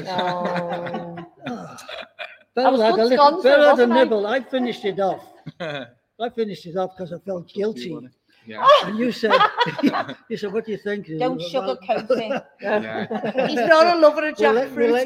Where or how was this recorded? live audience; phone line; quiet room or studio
live audience